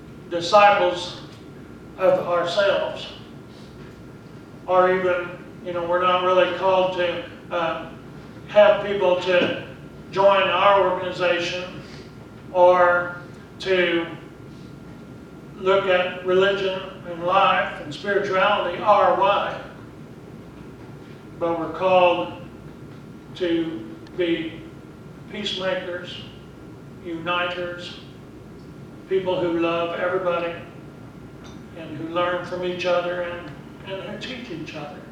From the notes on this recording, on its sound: Preached at Briensburg UMC on October 6, 2019